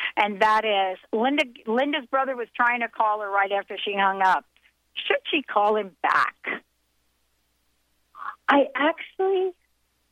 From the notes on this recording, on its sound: the live call in segment featured in this show